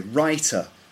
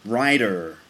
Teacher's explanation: the letters T and D in American English tend to be pronounced with a D sound, whereas in British English they're not · Shown in: second take